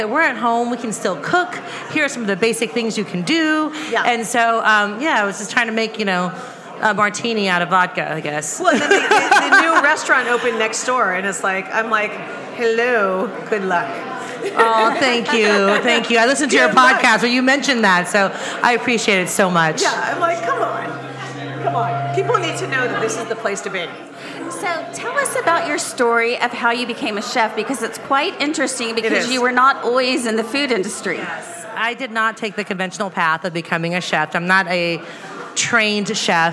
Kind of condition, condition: setting, busy venue